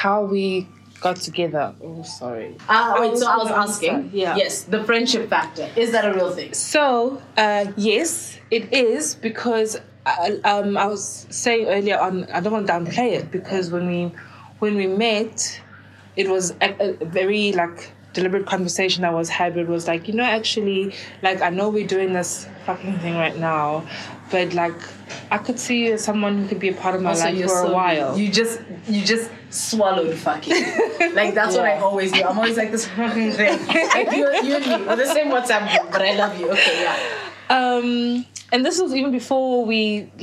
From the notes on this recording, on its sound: the sound quality is wild cause this was at a dinner party